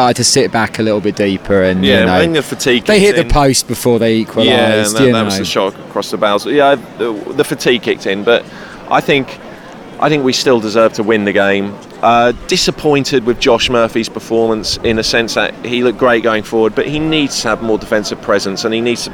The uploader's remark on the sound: Live from the Blackburn game.